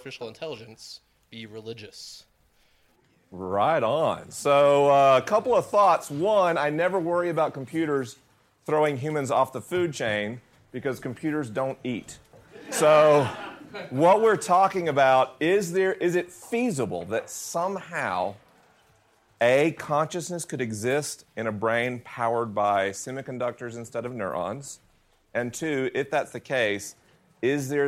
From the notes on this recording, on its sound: LIVE in Denver, CO. This episode was recorded at St. Andrew UMC in Denver, CO with a live audience.